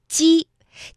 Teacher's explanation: 舌面呢和硬腭之间要形成窄缝，气流呢就从这个窄缝当中通过，产生摩擦声 · Term: 声母是鸡